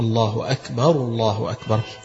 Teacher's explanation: يبقى الكاف تهمس ولكن ما تتحولش لحاجة تانية غير الكاف · Term: الهمس بتاع الكاف